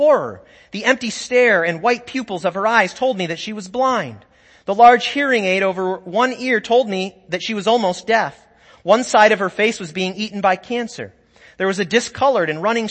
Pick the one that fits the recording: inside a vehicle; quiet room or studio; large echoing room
large echoing room